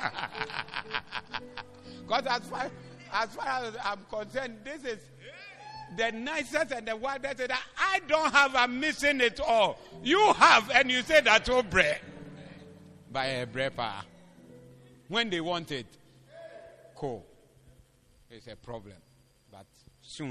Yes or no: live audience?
yes